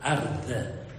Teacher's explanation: più che tzade era una d aspirata